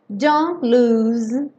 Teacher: aqui você pode ir do N direto para o lose